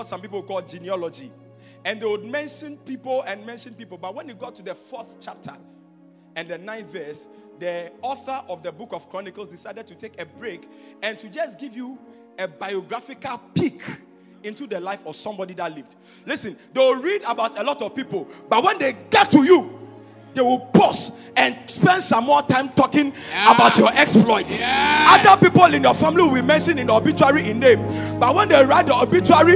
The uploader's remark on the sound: Preached at Royalhouse Chapel - Ahenfie